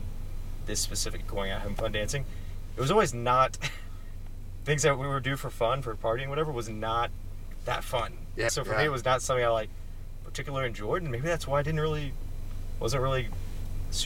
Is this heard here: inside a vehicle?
yes